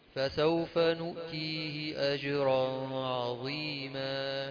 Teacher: أجرا في غنة قبل العين، ما فيش غنة قبل العين